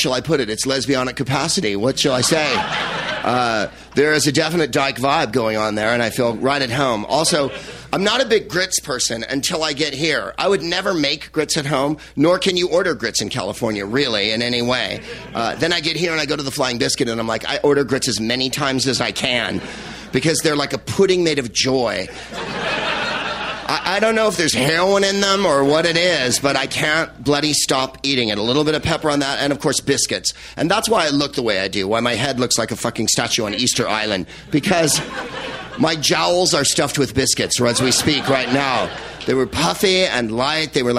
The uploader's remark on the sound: Live at the Laughing Skull Lounge in Atlanta, Georgia